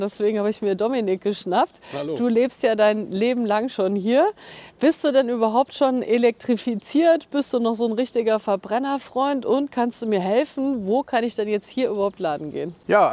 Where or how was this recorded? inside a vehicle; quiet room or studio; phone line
inside a vehicle